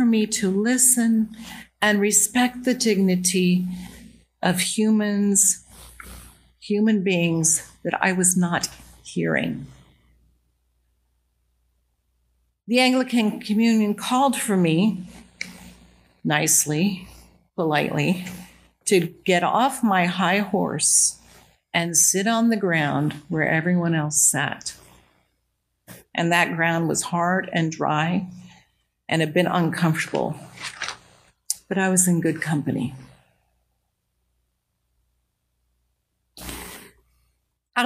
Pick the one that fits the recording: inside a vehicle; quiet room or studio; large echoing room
large echoing room